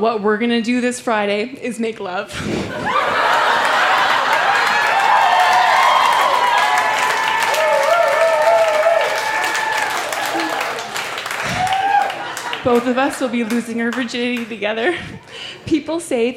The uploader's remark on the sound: Recorded live at the Black Knight Pub in Yellowknife, NWT.